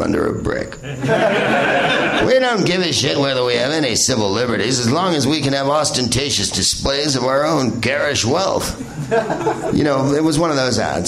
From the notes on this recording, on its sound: Live from the NerdMelt Showroom in LA